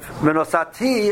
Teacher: I'm stressing the last syllable, means I will give